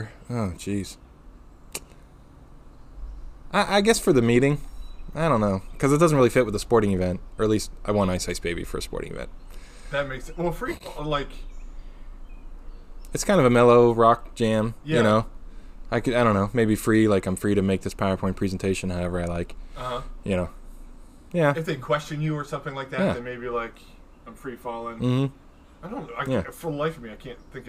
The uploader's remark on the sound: Record in their new, al fresco studio. Listen closely for the sounds of Mother Nature, emergency sirens.